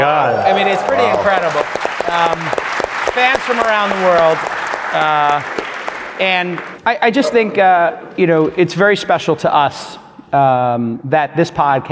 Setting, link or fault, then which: setting, live audience